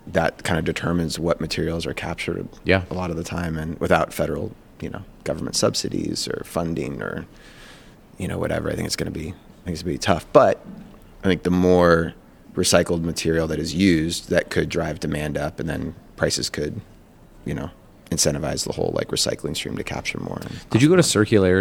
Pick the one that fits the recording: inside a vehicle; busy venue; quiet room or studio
busy venue